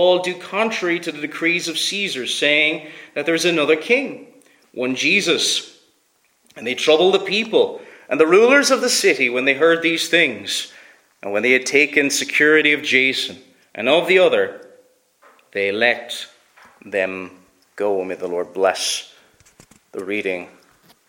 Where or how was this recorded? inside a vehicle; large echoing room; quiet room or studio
large echoing room